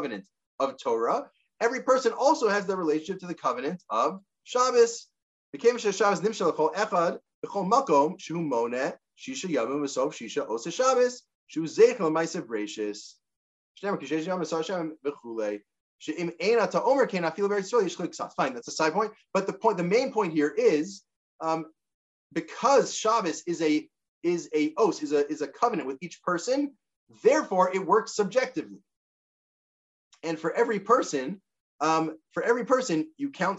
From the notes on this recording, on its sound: This audio was captured from Zoom. As part of Drisha's Spring Zman.